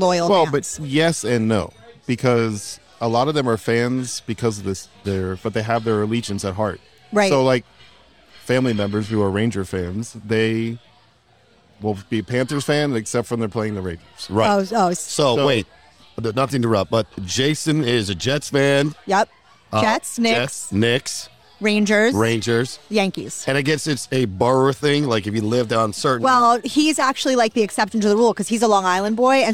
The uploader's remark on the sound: Recorded at American Social Las Olas